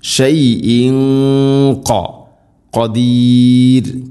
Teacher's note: شيء تنوين ശേഷം ഖാഫ്, ഇഖ്ഫാം ബിഗുന്ന, അവ്യക്തമാക്കി മണിക്കണം